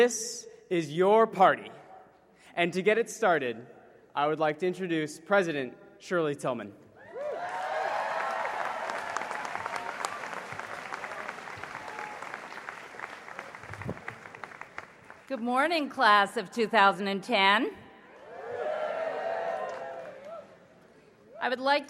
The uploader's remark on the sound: Princeton University's 2010 Class Day ceremony